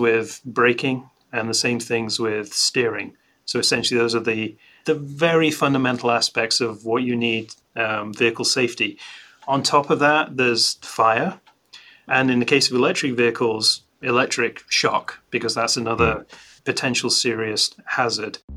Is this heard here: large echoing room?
no